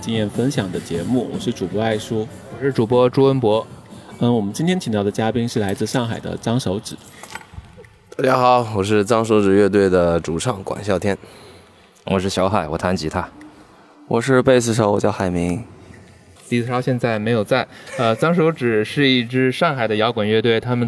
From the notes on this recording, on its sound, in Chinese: 2021年6月5日北京疆近酒现场录音